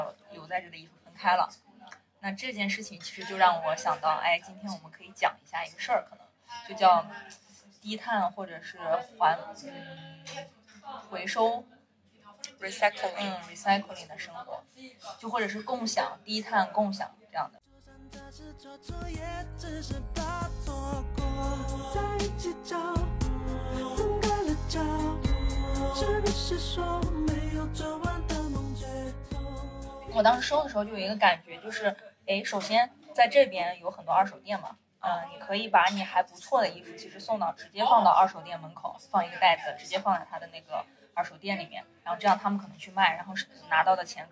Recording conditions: busy venue